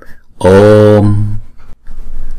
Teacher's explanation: Chữ O là deep tone, chúng ta đọc hai nhịp.